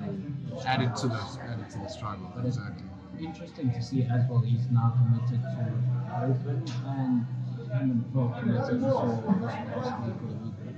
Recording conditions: background noise